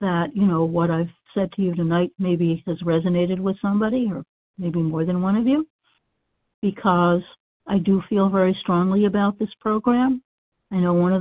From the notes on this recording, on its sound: 100 Pounders Phone Meeting, 3/30/23